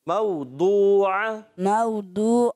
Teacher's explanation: مو کو نہیں کھینچنا دو کو ایک الف کھینچنا ہے